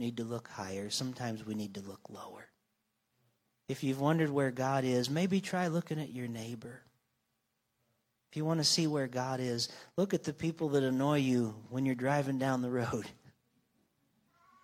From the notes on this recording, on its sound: This week’s episode was recorded live on Sunday Morning, June 11th, 2023, from North Vernon, Indiana, at the Church of the Nazarene.